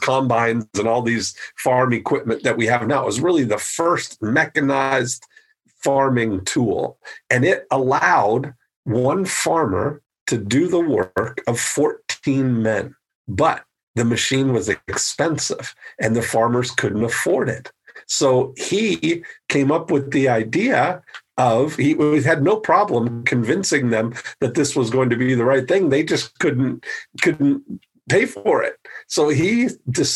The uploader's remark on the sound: The First-Ever ILM Zoom Meetup.